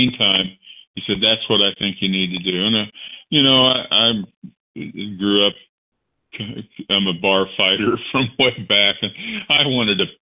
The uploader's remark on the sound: 100 Pounders Phone Meeting